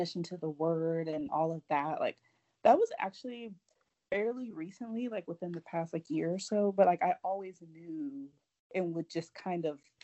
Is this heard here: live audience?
no